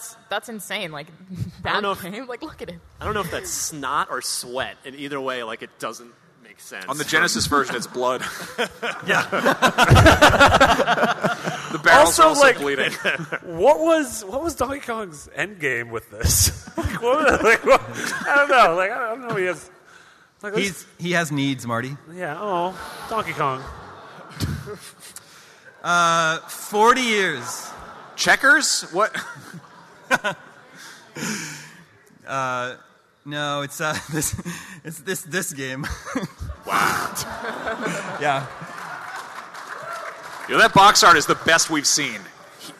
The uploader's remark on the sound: IGN's PAX East 2016 Panel